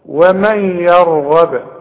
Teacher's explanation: انا قلقلت الباء هي مضمومة بس انا وقفت فلازم اقلقلها · والراء هي المفخمة والغين كمان مدام مفتوحة تبقى مفخمة ومن يرغب وانت لاحظت ان انا قلقلت الباء هي مضمومة بس